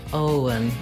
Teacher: Make sure you hold the O nice and long. And then the letters E-N say the schwa sound, and the N, un.